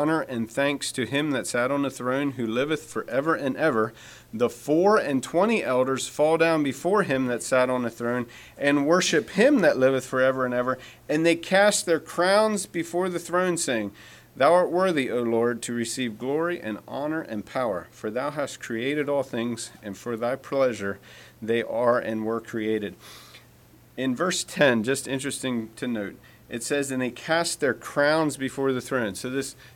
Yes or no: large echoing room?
yes